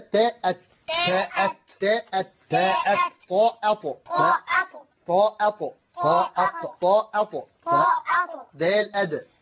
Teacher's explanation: التاء والطاء والدال مع بعضهم لأن مخرجهم واحد